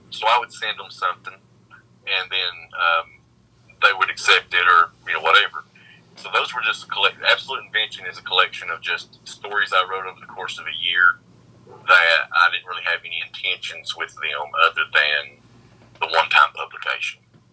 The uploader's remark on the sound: Calls in to Kentucky. Recorded via phone in Grand Rapids, Michigan, and Kentucky, on Saturday, September 18th, 2021.